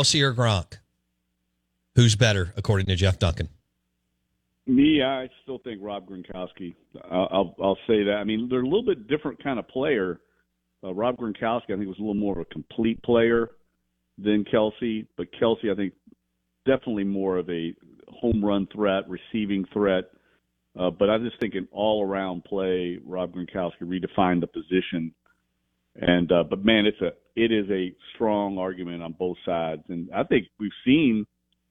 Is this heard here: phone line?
yes